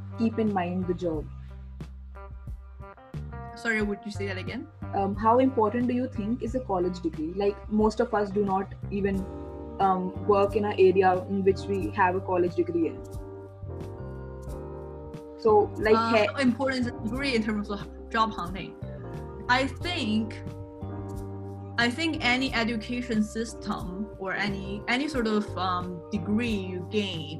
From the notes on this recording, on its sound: An interactive series over zoom in the midst of the lockdown.